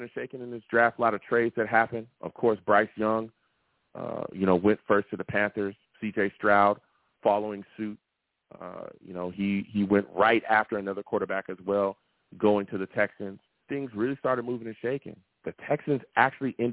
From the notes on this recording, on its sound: I also take live callers!